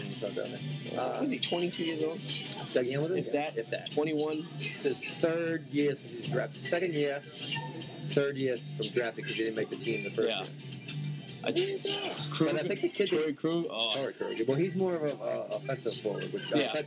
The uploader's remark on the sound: live At a restaurant revere